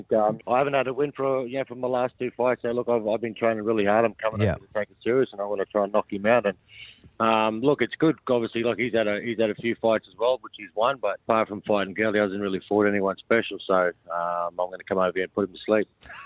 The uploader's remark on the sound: Today we were joined on the phone